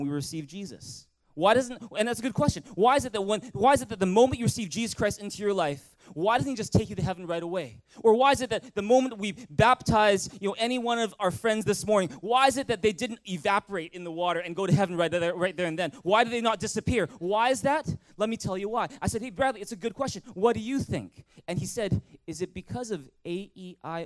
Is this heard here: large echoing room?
yes